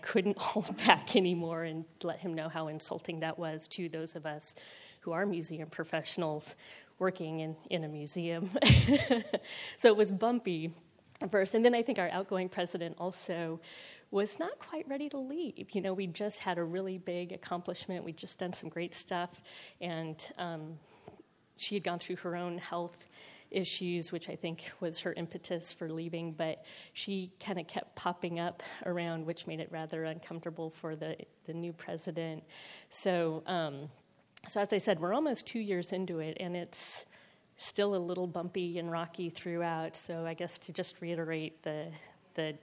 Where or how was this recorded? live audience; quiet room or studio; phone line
live audience